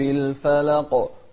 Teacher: نوضح القاف لأن الإنسان إذا قال الفلق فما رح يبين هذا الحرف إلا بالقلقلة، فالقلقلة هني لها سبب.